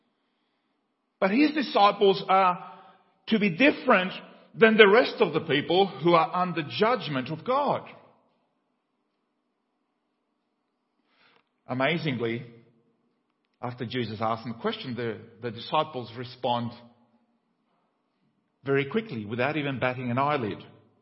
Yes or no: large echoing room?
yes